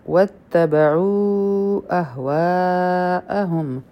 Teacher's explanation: دلته اوله منفصل مد دی او بیا متصل مد دی، د دواړو مقدار سلور سلور حرکا دی. وکل امر مستقر پرا تنوین دی، مخکې می مشدد راغی نو ادغام به کو د غنه سره، او دلته کې به هم مونږه چې ودرېږو نو را به سترانګ وایو ځکه چې په دې باندې شد دی.